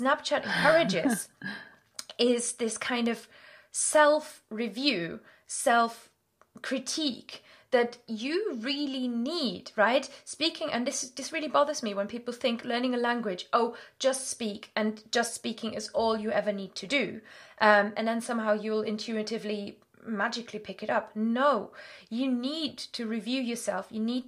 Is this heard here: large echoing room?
no